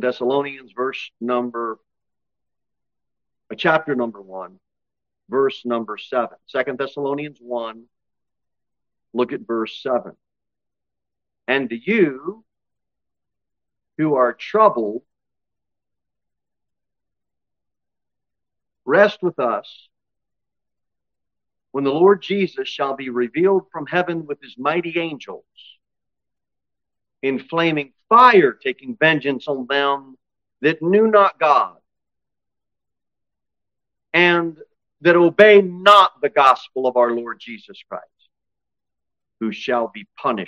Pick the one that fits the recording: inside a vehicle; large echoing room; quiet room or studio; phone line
large echoing room